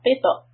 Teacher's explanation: قي followed by letter طا with a سكون. We make قلقلة. We bounce the طا.